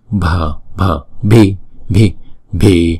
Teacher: Chữ bi này là chúng ta đọc âm bật bờ